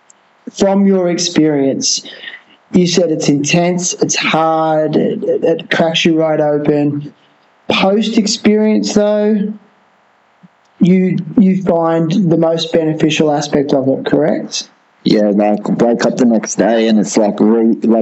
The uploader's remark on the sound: We record remotely, and yes there was some sound quality issues. Still very listen-able, however, the audio quality is not as good as in-person recordings (obviously).